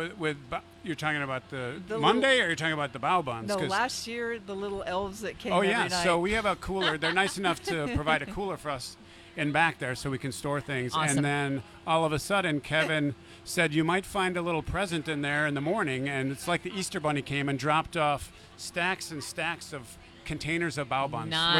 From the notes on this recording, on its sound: The Mix is live backstage at Lollapalooza 2023! Lollapalooza Day 3: Hundreds of thousands of people flock to festivals like Lollapalooza and Coachella every year.